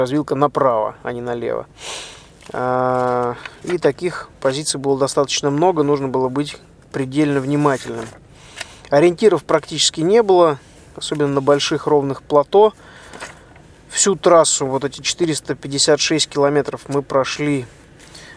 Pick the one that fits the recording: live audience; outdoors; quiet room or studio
outdoors